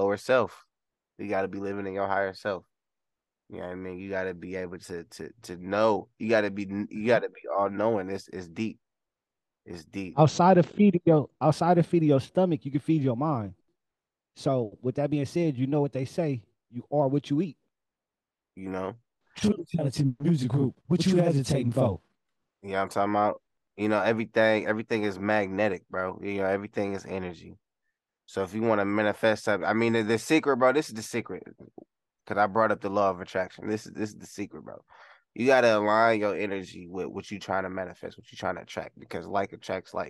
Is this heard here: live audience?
no